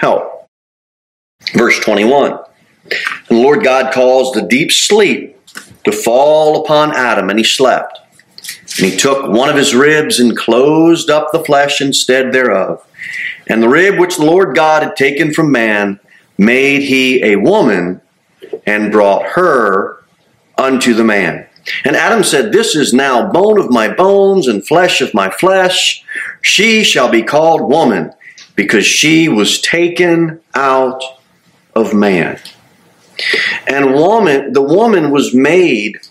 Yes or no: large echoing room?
yes